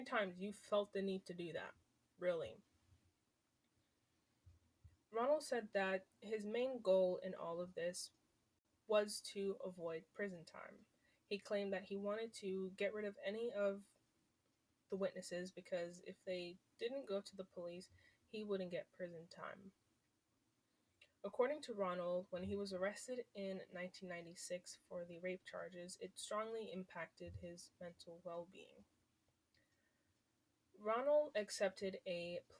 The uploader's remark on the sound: sorry for the audio